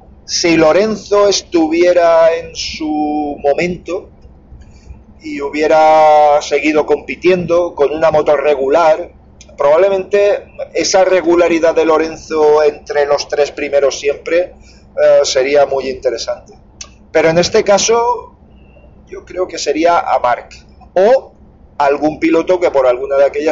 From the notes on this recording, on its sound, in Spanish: Ah, por cierto, disculpad el audio que es espantoso.